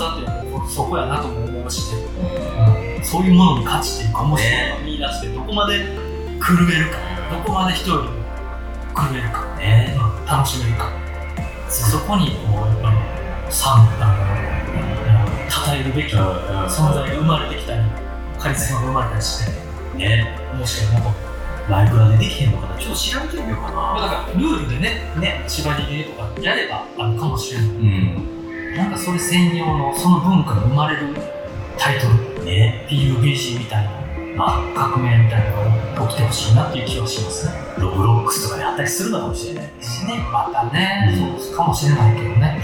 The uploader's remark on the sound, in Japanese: 録音環境が騒がしく編集・調整しておりますが、少し聞きずらい所がございます。